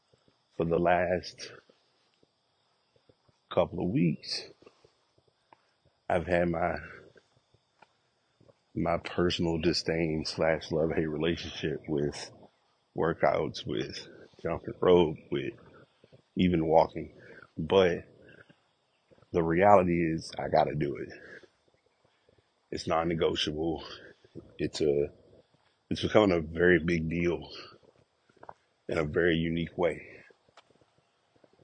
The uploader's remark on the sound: Walk Recording.